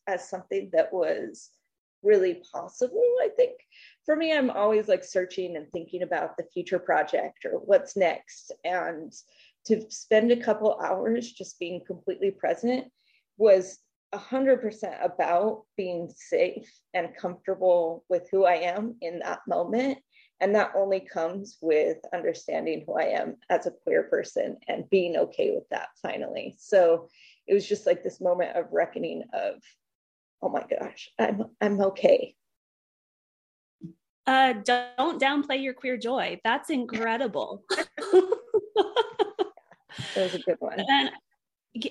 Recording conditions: video call